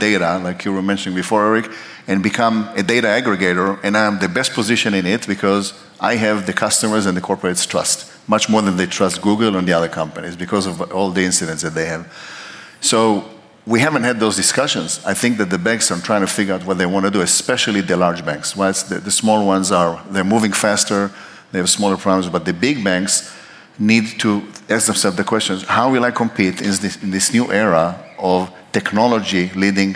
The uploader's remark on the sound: We are coming to you live from FusionONE! Today we have a brilliant live show for you.